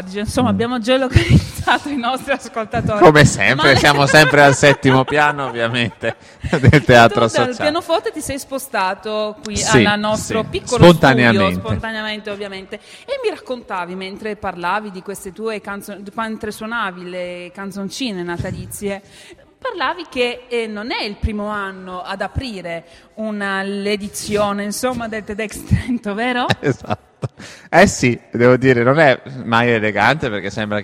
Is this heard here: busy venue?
yes